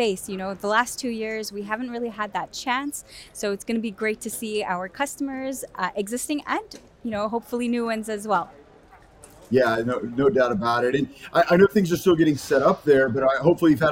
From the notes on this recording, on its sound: Future Electronics at Embedded World. Who is on location at the conference.